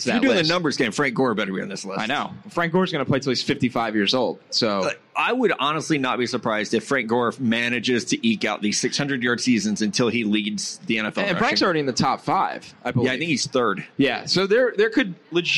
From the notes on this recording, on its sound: live at Caesar's Palace in Las Vegas!